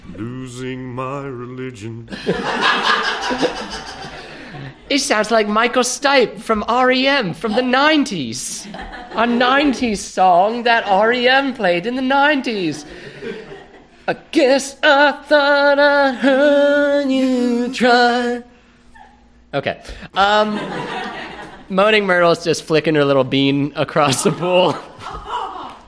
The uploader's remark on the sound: This episode was recorded live as part of a fundraiser for Howard Brown Health